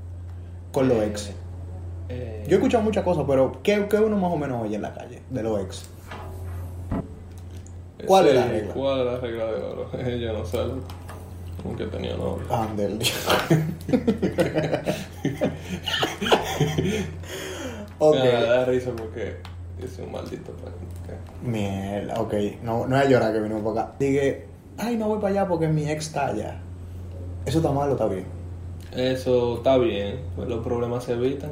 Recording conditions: phone or laptop microphone